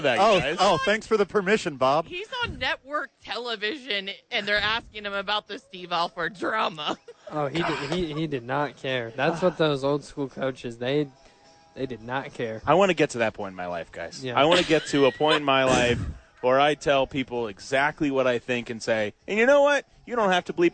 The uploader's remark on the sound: live from ABQ AXE!